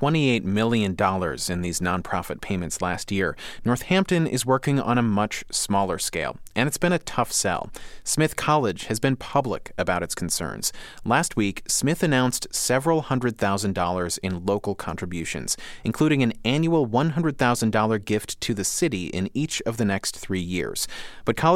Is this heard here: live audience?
no